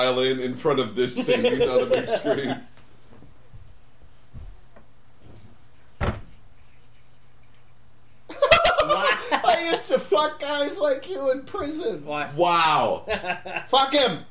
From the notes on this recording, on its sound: Please forgive the minor distortion in the recording. Simply overpowered our weak, mama's boy microphone.